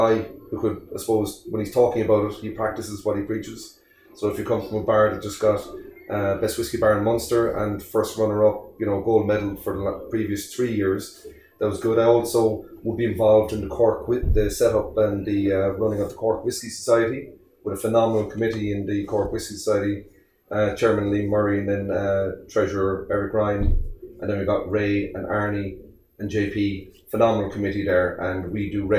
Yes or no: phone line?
no